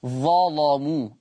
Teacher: قرأ ورش بتغليظ اللام في لفظ ظلموا